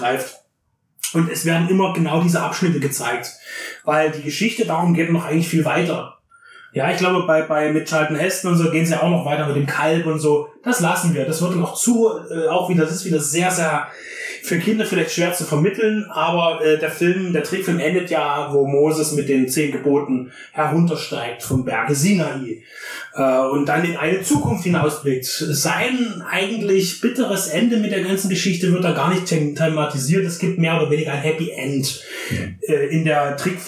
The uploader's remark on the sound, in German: Wir entschuldigen die schlechte Tonqualität (aber da war leider der Wurm drin).